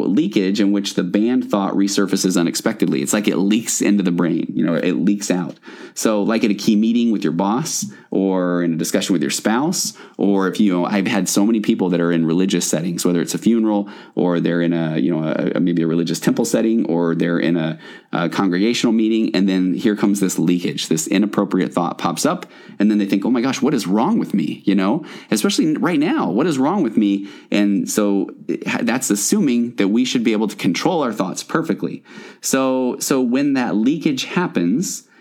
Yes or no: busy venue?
no